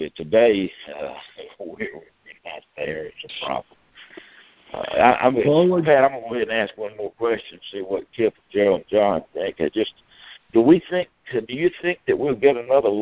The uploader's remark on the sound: Monthly Conference Call.